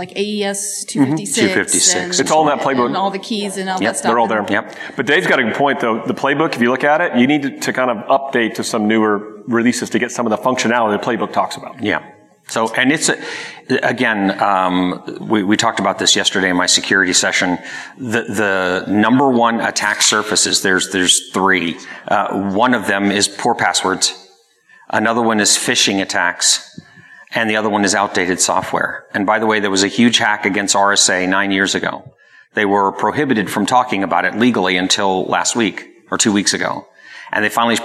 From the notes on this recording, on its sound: answered questions from the attendees of the conference both in-person and online